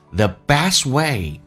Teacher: T 去掉不阻塞，直接顺畅的过去